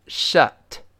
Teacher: 这里读成 shut 还是倒 V 词的这个 a，a，我们跟老师大声读一下。shut，shut，哎，注意不要读 shut，那这老外就听不懂了啊。我们读一下这句话。Well, I guess I'll keep my mouthshut。好，读快之后，后面那 shut，最后那个 t 有点失去爆破的味道了。来，再来一遍。Well, I guess I'll